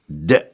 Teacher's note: وأما الحرف الرابع فهو الدال، د وقد خرج من التصاق اللسان بسقف الفم